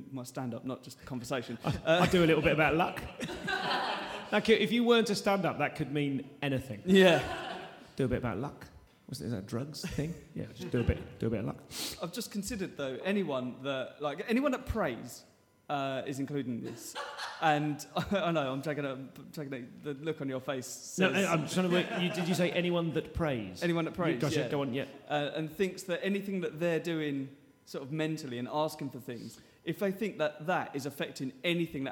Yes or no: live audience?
yes